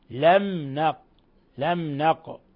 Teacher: قاف ساكنة تقلقل لأنها من الحروف الخمسة المقلقلة